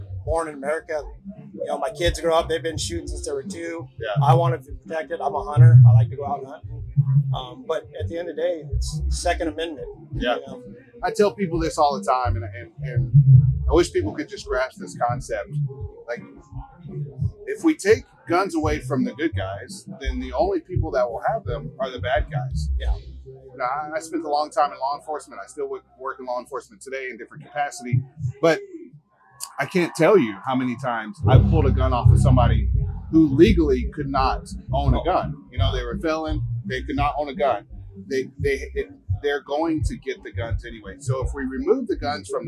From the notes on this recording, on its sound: On Location at the Smith & Wesson Grand Opening. Were invited to the Smith & Wesson Grand Opening & Fall Festival in Maryville, Tennessee, back in October.